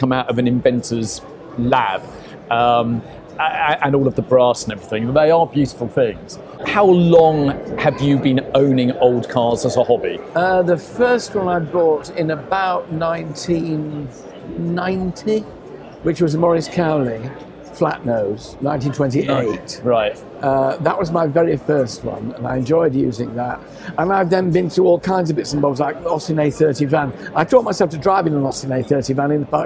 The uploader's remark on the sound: Recorded at RM Sotheby’s 2023 London auction, we also catch up with all the news and amazing cars on offer at the sale.